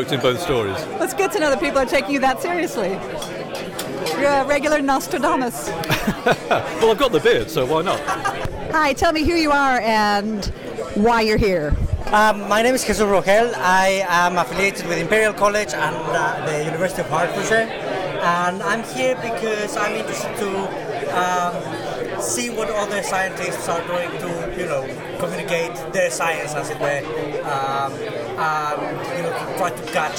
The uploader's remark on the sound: we interview various participants during the recent Science Online conference in London